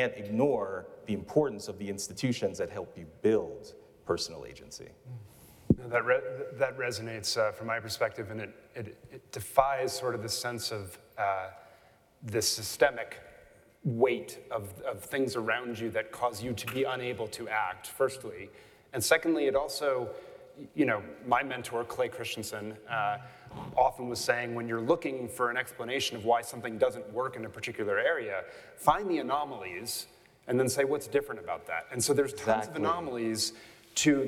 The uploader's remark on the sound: I had the opportunity at a recent event to host a conversation on stage. What we really want to talk about as we do this live today.